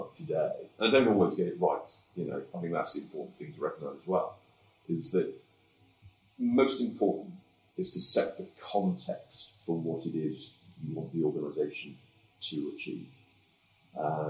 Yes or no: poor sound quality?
yes